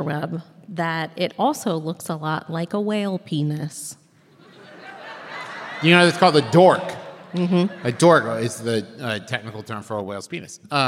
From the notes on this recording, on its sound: This week’s episode is the LIVE show from Cincinnati, OH!